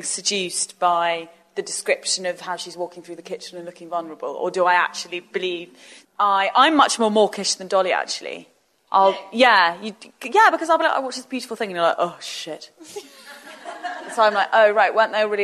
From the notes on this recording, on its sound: It’s another live episode, recorded at The Old Selfridges Hotel in collaboration with Google Pixel 2.